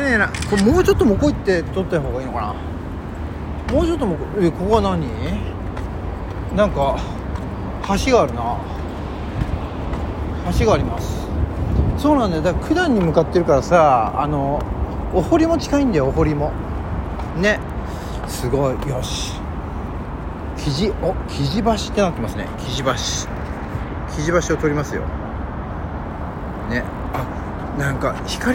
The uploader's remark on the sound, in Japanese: 今日のロケトークは天気のいい神田から九段下までの道中。神田から九段下までの道中を収録しております。歩きながらが楽しい季節になりましたね。